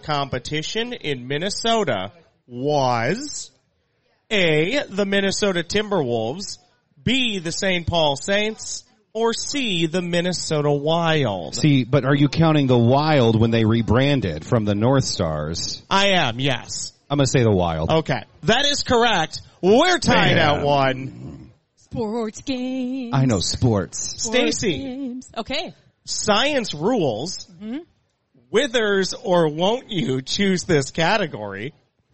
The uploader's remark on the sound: Live from the Fair. LIVE from the Minnesota State Fair!